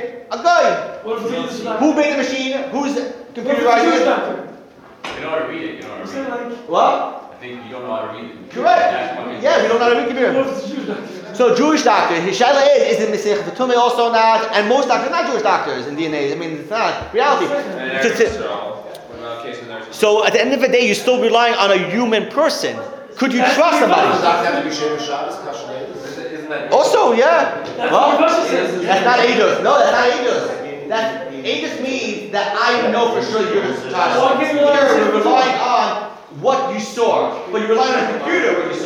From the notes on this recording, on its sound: Sunday Kolel. Recorded live at The Torah Center ATL on January 14, 2024.